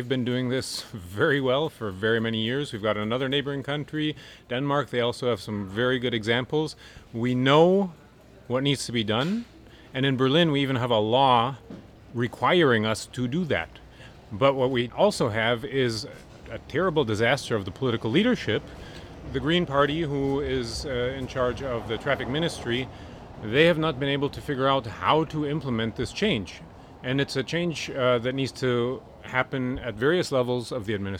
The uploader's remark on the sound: Recorded outdoors in the Berlin neighborhood of Prenzlauer Berg.